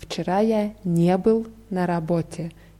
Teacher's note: Hier wird die Betonung auf dieses Partikel ne verlegt.